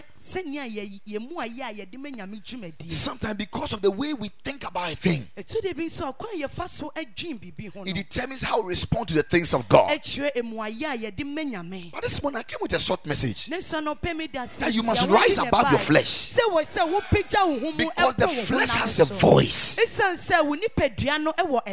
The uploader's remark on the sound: Preached at the Ekklesia Campus.